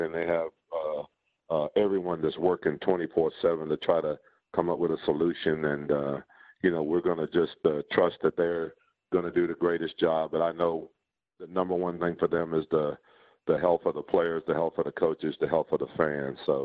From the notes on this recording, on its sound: Conference Call. Audio courtesy of and provided by the New Orleans Pelicans and NBA Media Central.